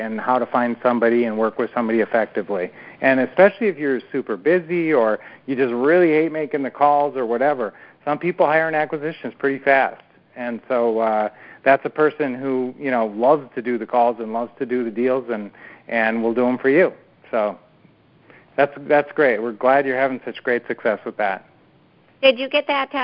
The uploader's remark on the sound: Q&A Call